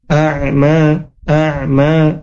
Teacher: Fazayyana lahumus syaitonu, fazayyana lahumus syaitonu a'malahum, a'malahum. Huruf ain ketika sukun dibaca apa, suaranya dialirkan sedikit gitu ya · Term: tawasut